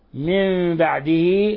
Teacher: إذن قلنا ولقد آتينا موسى الكتاب وقفينا من بعده بالرسل، قلنا من بعده هذا نون ساكن جاء بعدها الباء، الحكم التجويدي إقلاب، والإقلاب معناه أن نقلب النون الساكنة عند حرف الباء ميما مخفى